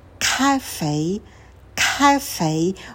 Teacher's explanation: И в конце у нас дифтонг A. Cafe, cafe, ударение на первый слог.